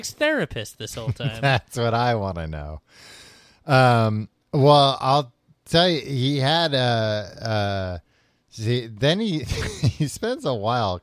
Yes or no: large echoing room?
no